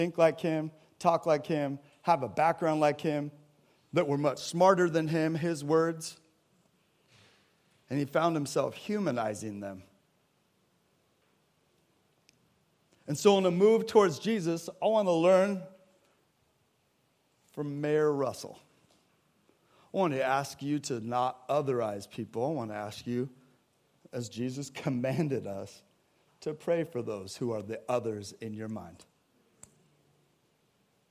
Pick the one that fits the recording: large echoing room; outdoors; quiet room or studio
large echoing room